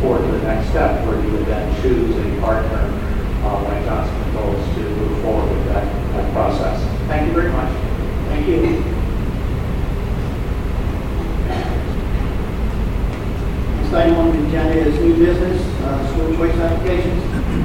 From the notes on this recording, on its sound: Audio recording of regular Board of Education meeting on August 22, 2016.